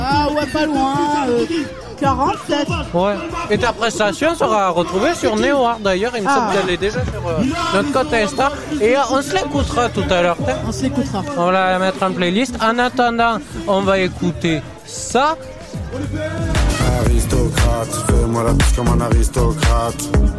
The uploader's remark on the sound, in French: en direct de "Jeunesse en fête"